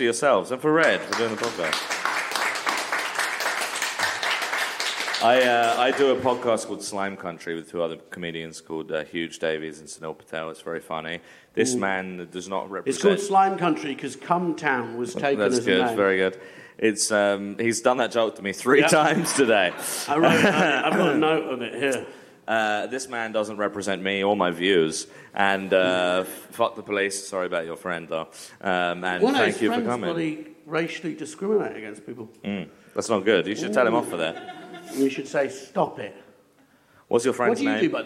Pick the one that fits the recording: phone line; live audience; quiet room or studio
live audience